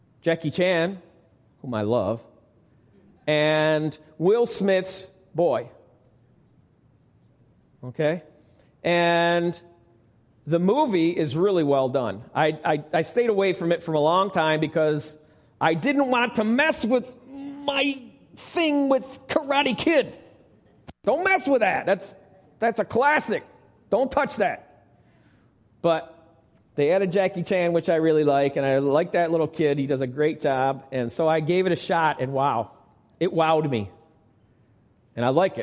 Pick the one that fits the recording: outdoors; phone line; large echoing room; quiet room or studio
large echoing room